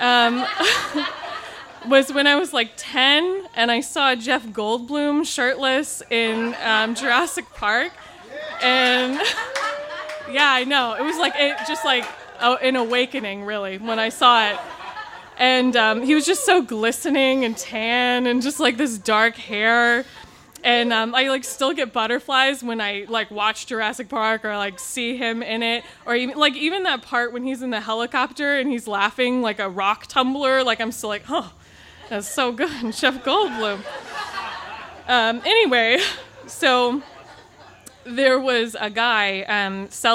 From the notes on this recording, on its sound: This story was recorded live on 12 September 2017 at Tiger!